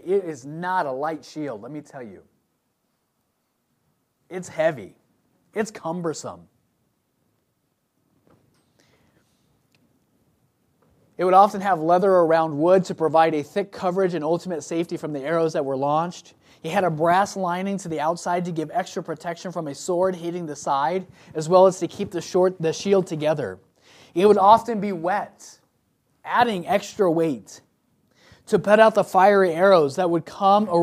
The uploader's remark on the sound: from the pulpit of Royal View Baptist Church.